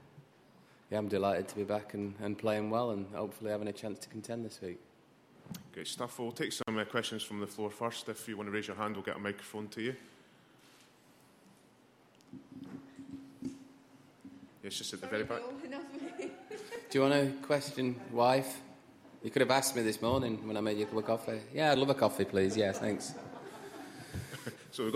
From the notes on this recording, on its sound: broadcasts live from the 149th Open Championship